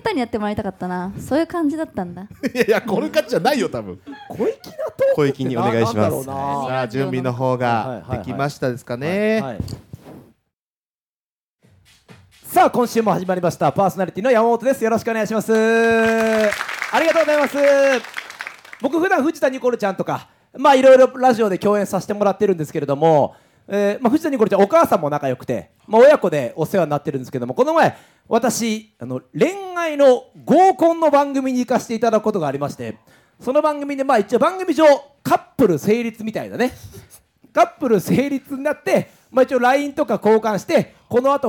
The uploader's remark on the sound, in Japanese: 東京アナウンス学院から公開収録（２週目）。